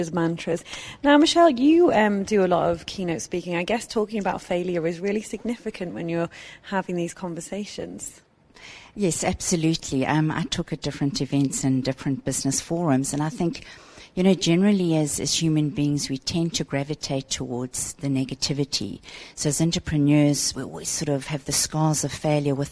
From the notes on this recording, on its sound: Live at Etisalat Hub. Live from the Etisalat Hello Business Hub.